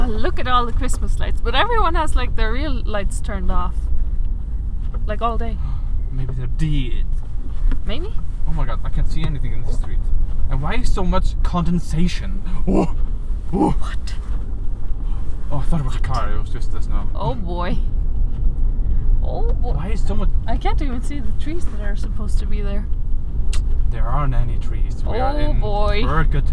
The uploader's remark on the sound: Live from the storm. We are LITERALLY recording in the car in the storm at night next to a kindergarten.